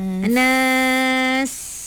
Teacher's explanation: Kena bunyi desiran pada sin tu.